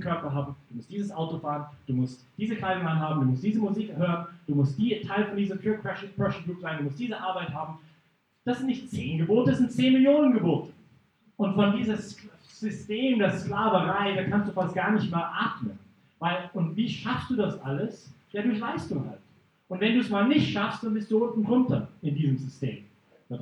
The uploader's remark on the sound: Teil des Vortrags in Brig-Glis (CH)